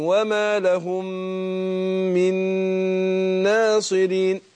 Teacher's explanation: يبقى الاولانية ادغمنا الميم في الميم وبعدها على طول ادغمنا النون في النون، وكل واحدة تاخد غنى حركتين وما لهم من ناصرين.